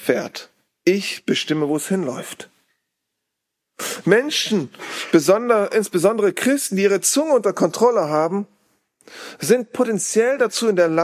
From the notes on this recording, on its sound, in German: Diese Predigt wurde im Bibel-Center Breckerfeld gehalten.